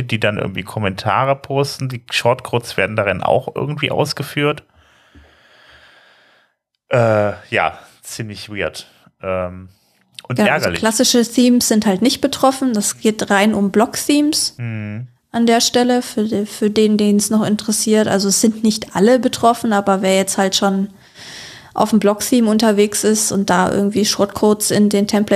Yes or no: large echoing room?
no